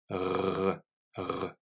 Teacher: La langue est en avant, la langue touche les dents du bas, il y a une petite vibration au fond de la gorge. Souviens-toi que ta langue doit être posée sous les dents du bas et elle ne doit plus bouger pour faire ce son. · Term: son R